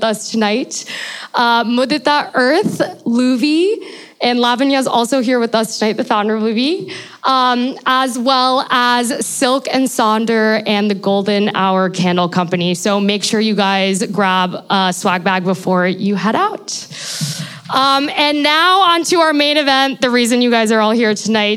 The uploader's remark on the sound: In front of a LIVE audience in New York City. In front of a LIVE audience in New York City.